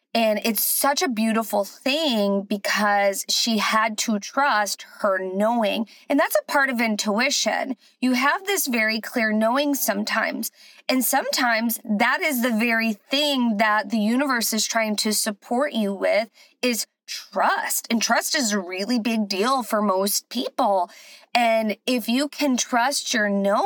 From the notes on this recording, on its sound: Join me from my car